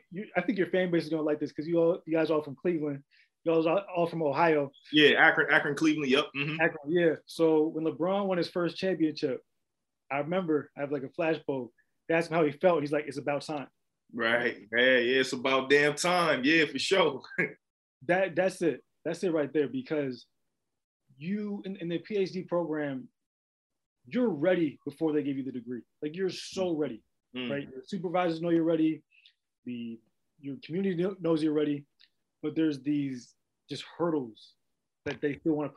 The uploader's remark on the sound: we virtually sat down